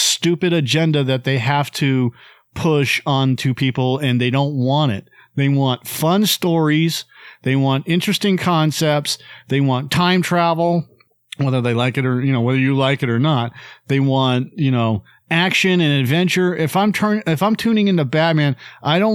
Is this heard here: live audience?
no